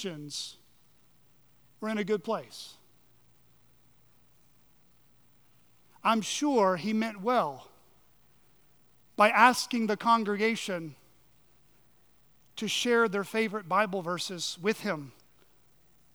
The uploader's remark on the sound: on the morning of July 30, 2023 at Chaffee Crossing Baptist Church in Barling, AR.